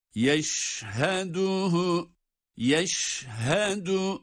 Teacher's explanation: Şimdi burada da aynı kökten gelme, eşhedü değil de yeşhedü olması gereken ne? Şin harfinin sesi bir yayılacak. Çünkü bunda tefeşşi sıfatı var.